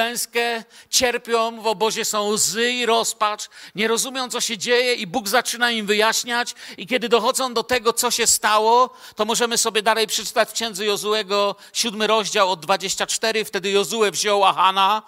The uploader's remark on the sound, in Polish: Wykład nagrano podczas wieczornego nauczania Słowa Bożego w Kościele „Filadelfia” Bielsko Biała.